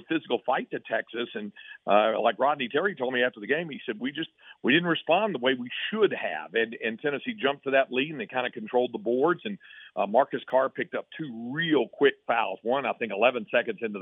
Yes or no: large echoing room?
no